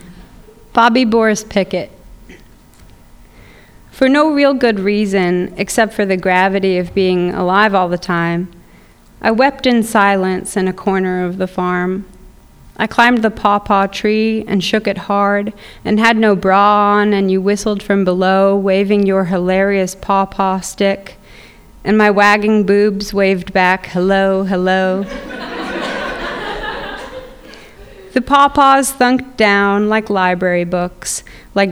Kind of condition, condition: setting, live audience